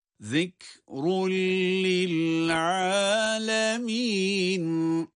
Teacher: Zikrun kelimesinde zal harfi peltek.